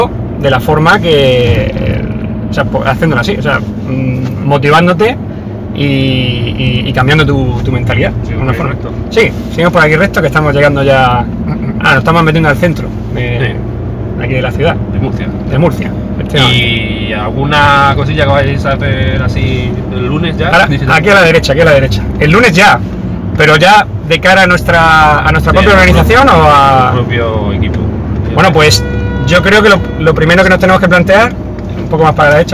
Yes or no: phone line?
no